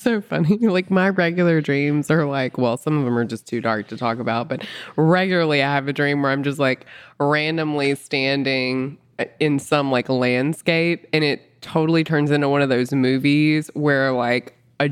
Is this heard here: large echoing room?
no